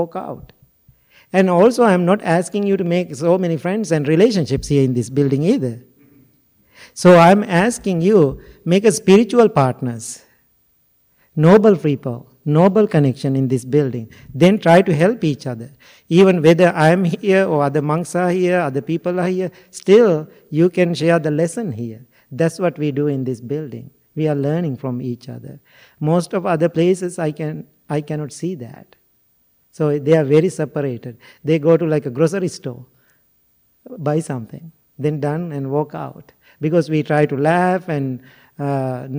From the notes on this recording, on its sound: Recorded at the Blue Lotus Buddhist Temple on 2024-01-27. Recorded at the Blue Lotus Buddhist Temple.